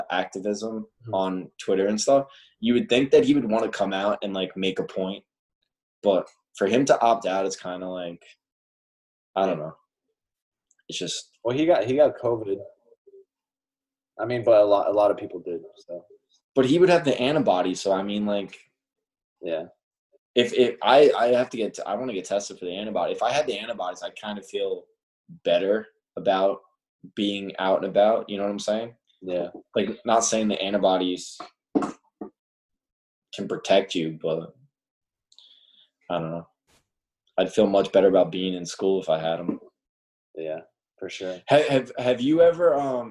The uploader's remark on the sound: In this first-ever episode on Zoom.